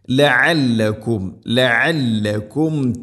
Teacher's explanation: ലഅല്ലകും, ഇവിടെ ഐനിൻ്റെ ശബ്ദം അവർ മഖ്റജ് ശ്രദ്ധിക്കണം. തൊണ്ടയുടെ മധ്യഭാഗമാണ് ഐനിൻ്റെ മഖ്റജ്.